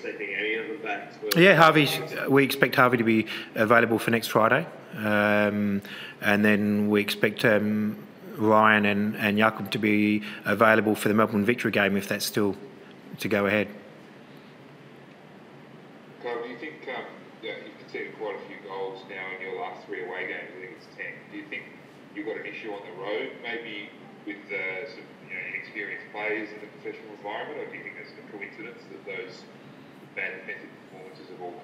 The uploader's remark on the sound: Post-Match Press Conference